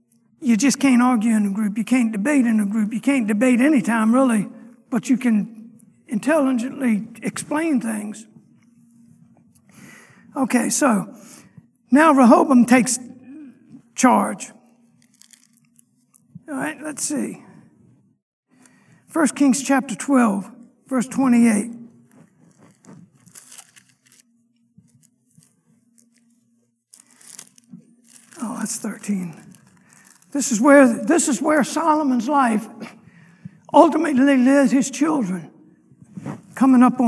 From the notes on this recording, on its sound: Sunday morning lecture.